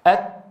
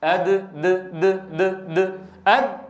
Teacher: بعد انتهاء زمن الشدة إن جرى النفس فهي تاء، وإن اهتزت الأوتار بالقلقلة شديدة مجهورة كانت دالا. أد د د د د أد يحتمل الدال والتاء، ما في شيء.